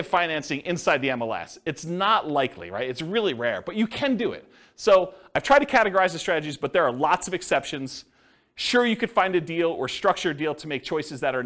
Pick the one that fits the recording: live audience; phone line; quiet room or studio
live audience